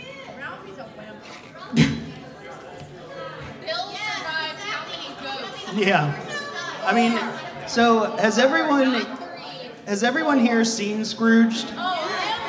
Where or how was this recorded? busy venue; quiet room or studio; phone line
busy venue